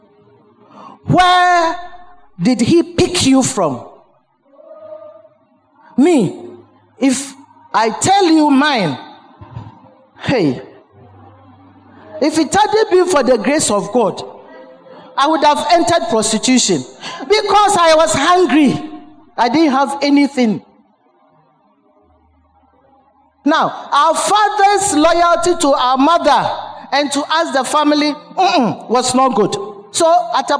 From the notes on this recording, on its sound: Sermon preached at CBC Adabraka Campus